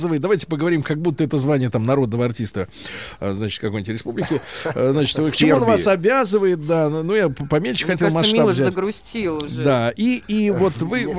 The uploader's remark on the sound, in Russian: Отбыл в Сербию, прекрасный Мечавник, на фестиваль русской музыки Kustendorf CLASSIC, и по телефону рассказал об открытии этого музыкального праздника.